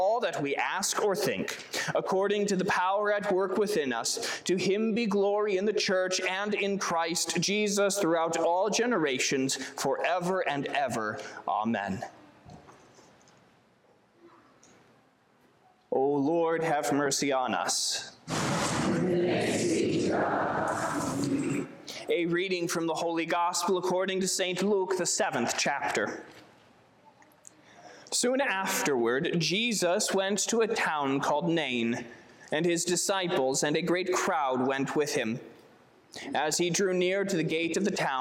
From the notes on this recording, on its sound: Sermon preached on September 24, 2023